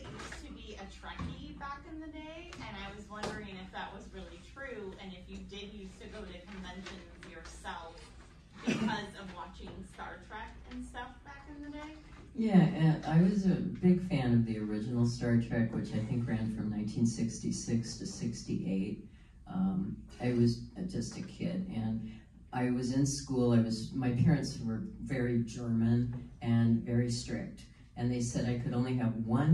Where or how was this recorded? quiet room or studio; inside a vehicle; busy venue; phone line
busy venue